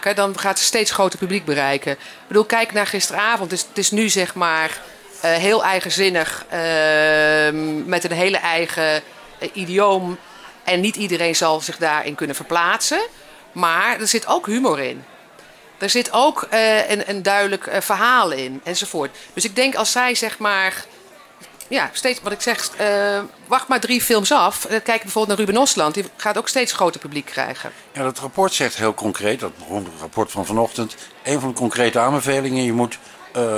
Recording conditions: busy venue